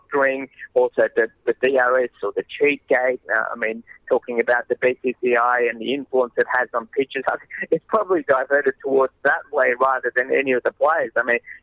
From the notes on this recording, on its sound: phones in from Ranchi